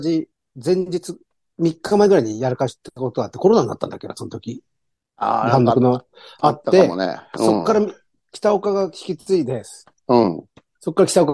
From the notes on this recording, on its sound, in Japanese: ZOOMで収録。